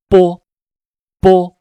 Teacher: 声带是有震动的，有气流，有声音 · Term: 双唇音